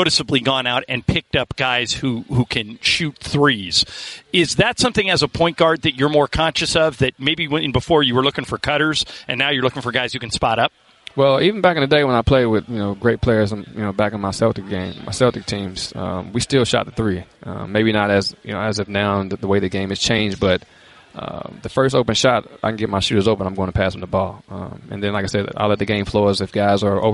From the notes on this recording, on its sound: Live from Lakers media day.